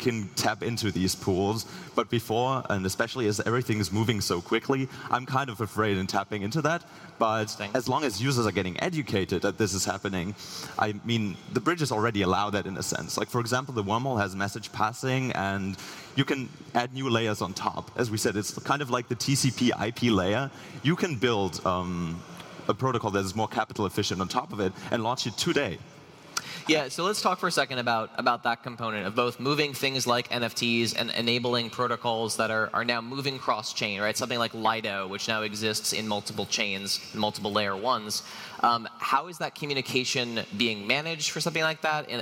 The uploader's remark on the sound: Live from Breakpoint 2021